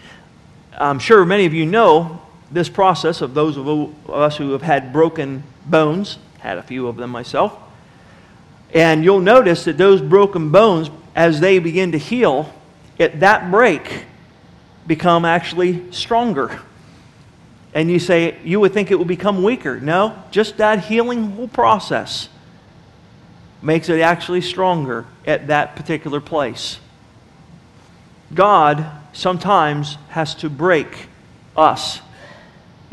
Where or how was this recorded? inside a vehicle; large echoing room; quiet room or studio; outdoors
large echoing room